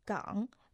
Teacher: Второй иероглиф «ган» произносится в третьем тоне, означает «залив», «бухта».